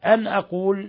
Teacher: نون ساكنة جاء بعد الهمزة إظهار حلقي